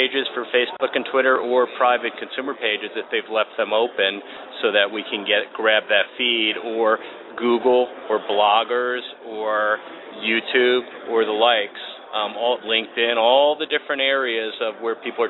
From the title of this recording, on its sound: Live From The SMB Cloud Expo